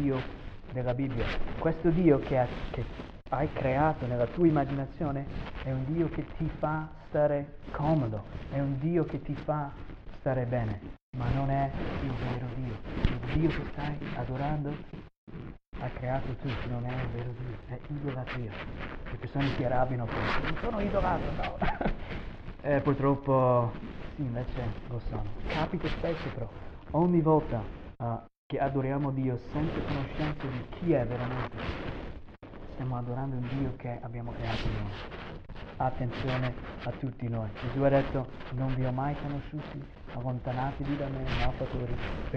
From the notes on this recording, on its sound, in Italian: ci scusiamo per la pessissima qualità del audio questa volta (problemi tecnici)